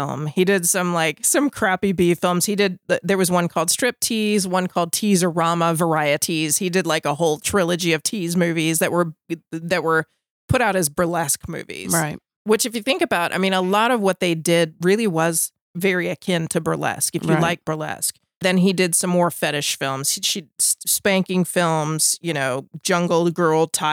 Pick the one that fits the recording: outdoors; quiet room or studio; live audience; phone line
quiet room or studio